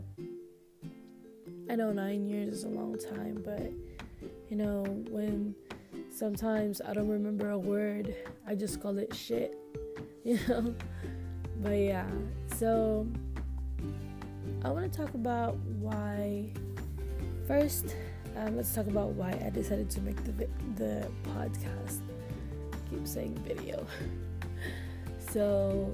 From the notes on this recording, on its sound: sorry for the “ztztzt” noise im using my earphones thats why but its only going to be for this episode